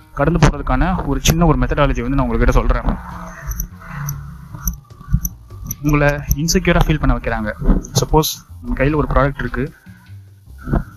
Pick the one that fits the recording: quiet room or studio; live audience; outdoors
outdoors